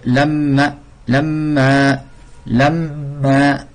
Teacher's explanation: Si tu fermes le nez, il y a un manque. Lamma, car il y a une partie de l'air qui sort par le nez · Term: mim mushaddada